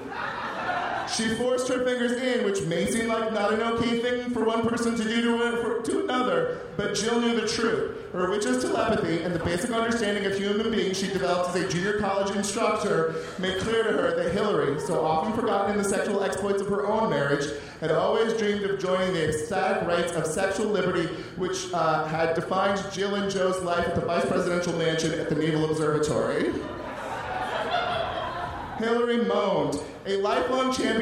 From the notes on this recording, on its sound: Recorded May 8, 2015 at the Bridgetown Comedy Festival in Portland, OR.